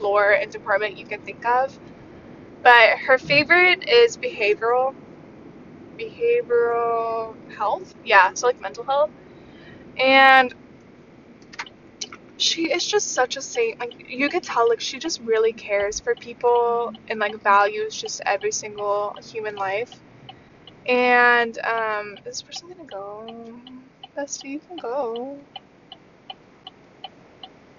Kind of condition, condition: setting, inside a vehicle